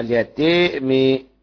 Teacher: والضرير عن دون الكسائي له إمالة الألف بعد التاء في اليتامى